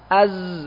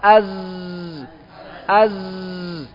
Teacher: Jadi nafas ketika kita mengucapkan huruf za, khususnya ketika disukun, itu tertahan. Az, mau keluar tertahan. · Term: jahar